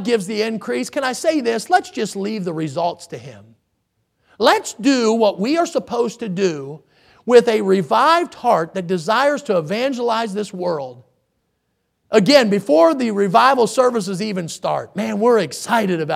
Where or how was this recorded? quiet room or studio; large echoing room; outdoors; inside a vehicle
large echoing room